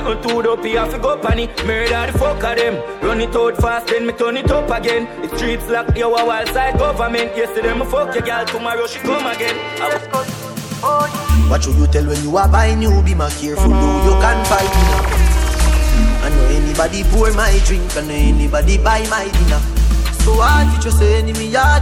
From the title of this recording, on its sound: LIVE AT ISLAND SATURDAYS ON APRIL 27TH